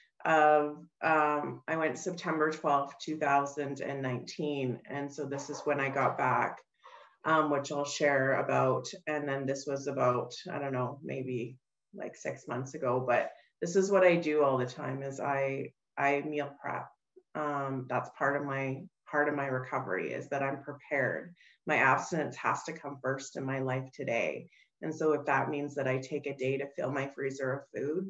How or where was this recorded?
video call